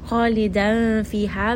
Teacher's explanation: Kha is going to be a heavy letter. This is a two count heavy sound. Khalidan fiha, this is going to be a tanween.